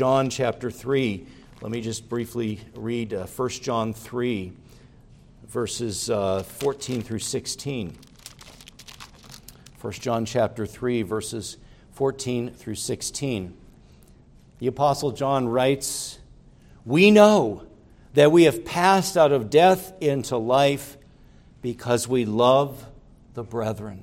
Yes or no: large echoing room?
yes